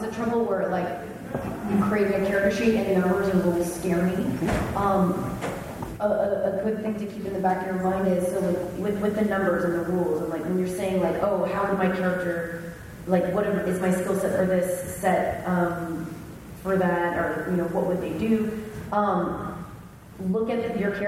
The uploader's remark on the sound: Recorded live at Mission Chicago.